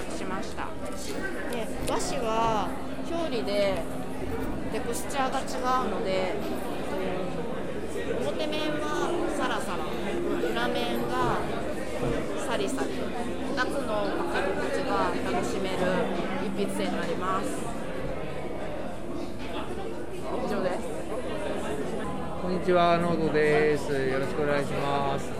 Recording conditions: busy venue